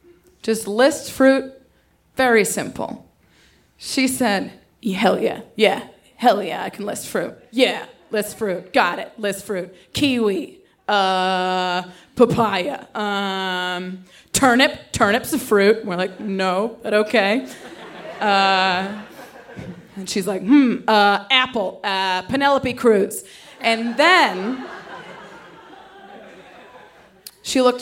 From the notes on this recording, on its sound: This story was originally recorded on 20 July 2016 at Buntport Theater in Denver, Colorado. The theme of the evening was “Pop!”.